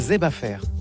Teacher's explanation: On prononce pas les R ici.